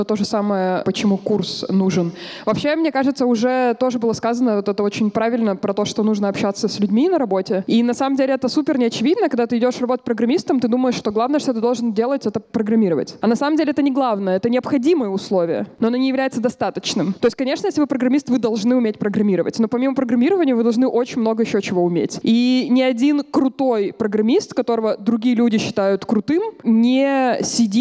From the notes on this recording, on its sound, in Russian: Мы записали этот сезон в рамках встречи с абитуриентами 24 июля. Из-за пандемии всех-всех позвать мы не могли.